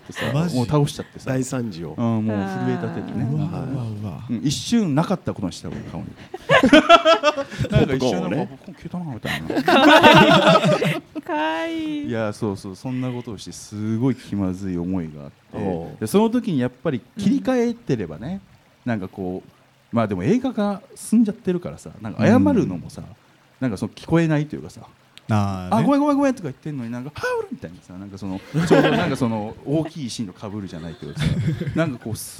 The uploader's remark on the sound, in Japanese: 公開収録（前編）。先日、大盛況のなか終演した公開収録の様子を編集してお送りします。